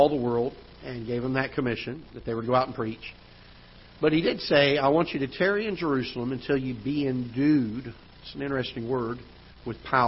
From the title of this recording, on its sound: Ketha Heights Baptist Church ~ Live Broadcast